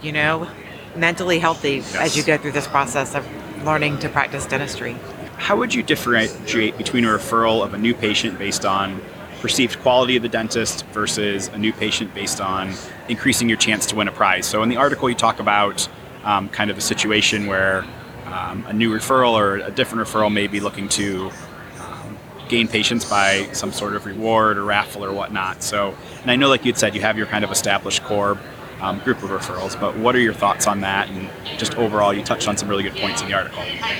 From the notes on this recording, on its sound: Live from Smilecon.